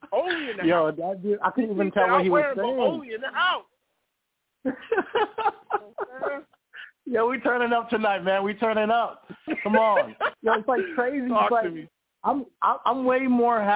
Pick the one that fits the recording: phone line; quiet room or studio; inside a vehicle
phone line